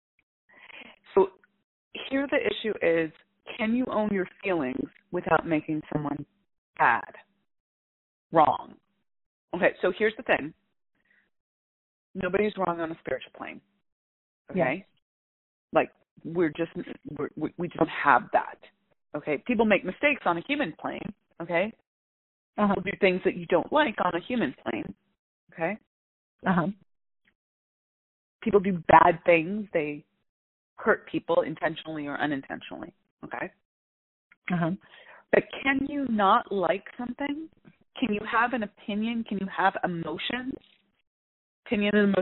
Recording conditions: phone line